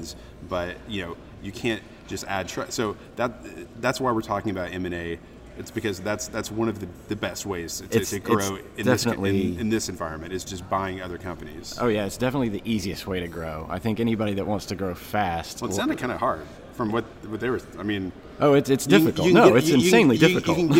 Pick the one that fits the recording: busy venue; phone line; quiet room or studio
busy venue